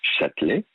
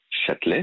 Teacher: Le premier nom de station sur une intonation montante, par exemple Châtelet. · Shown in: first take